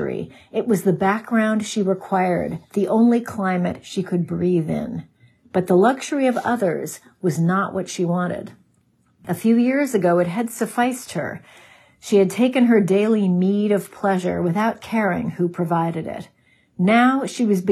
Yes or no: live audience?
no